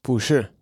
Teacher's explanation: Pu is in the fourth tone, but when it is followed by a syllable in a fourth tone, it changes to second tone. So, not to be is 不是 instead of 不是.